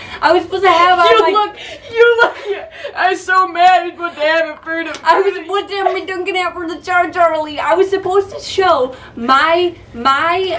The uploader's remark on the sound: Today we have an episode that we accidentally recorded without any audio! The audio isn't that bad, just not as crisp so we apologize.